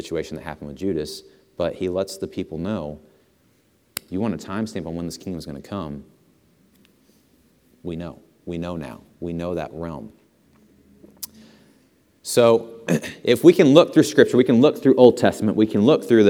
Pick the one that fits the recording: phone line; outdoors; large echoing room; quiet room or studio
large echoing room